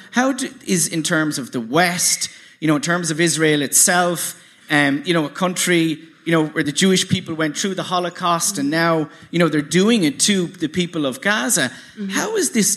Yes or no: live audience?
yes